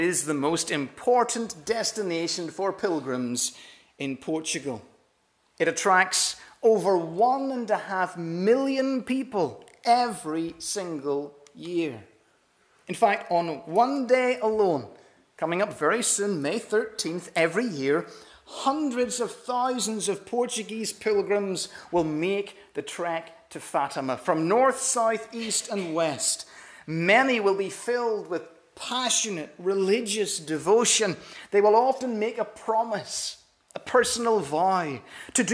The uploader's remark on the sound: This is the recording of the Bible reading and talk from our missionary service on Sunday 2nd April 2023.